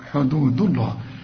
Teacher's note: وتلك حدود الله، رقق الدال حدوده، وما دام الدال عليها الضمة يبقى لفظ الجلالة مفخم